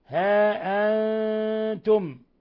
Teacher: هنا ها أنتم مد منفصل يمد من أربع إلى خمس حركات، ثم أنتم نون ساكنة جاء بعدها التاء الحكم التجويدي إخفاء حقيقي